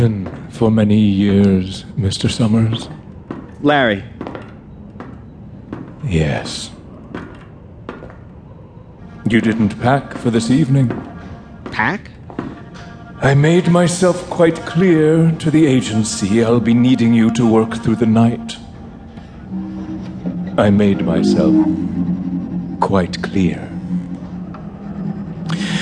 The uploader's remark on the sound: Stage a second season of Tales before a live audience at the performance venue Dixon Place in downtown New York City.